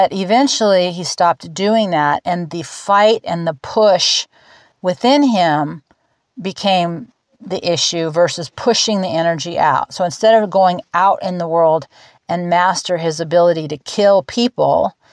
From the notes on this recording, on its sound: I’ve got pictures of life here in the higher desert - 2000’ and not 500’!!! The dogs are sitting here with me, all of us outside and under the tent in the now calm and sunny blue skies, perfect temps, and for this moment - peace.